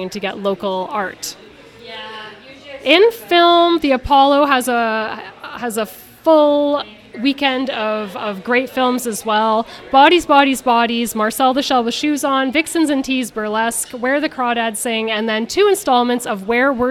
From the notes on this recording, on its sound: On the Scene is live from Jane Bond!